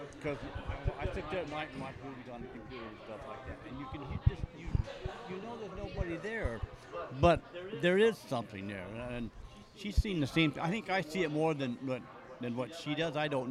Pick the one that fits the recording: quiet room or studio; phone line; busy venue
busy venue